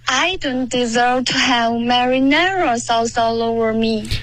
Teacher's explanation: Deserve 的 v 跟 have 的 v 都没有震动。